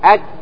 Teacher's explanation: لاحظ أن الصوت انقطع واستمر النفس، يعني أنه شديد مهموس